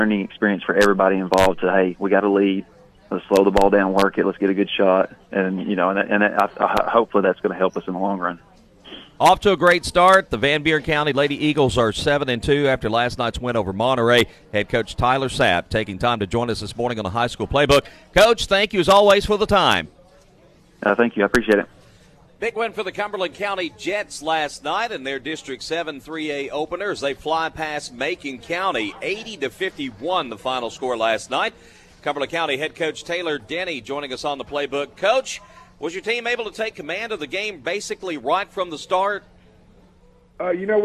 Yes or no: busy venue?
yes